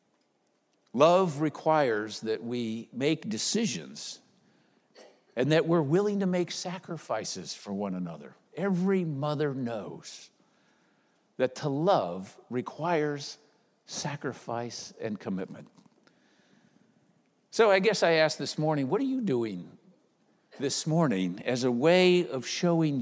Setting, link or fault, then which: setting, large echoing room